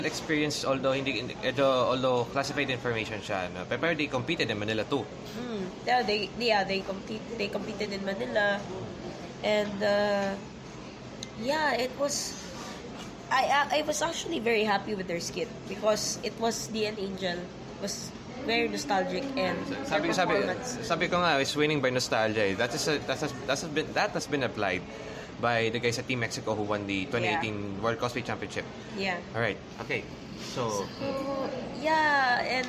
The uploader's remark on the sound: Just an hour after Otakufest 2019 has ended. Recorded from Jollibee at Super Metro Besak.